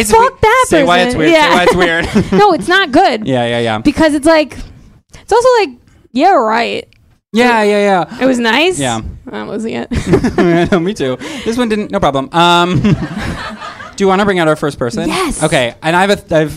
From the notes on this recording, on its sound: A recording from our always fabulous live show.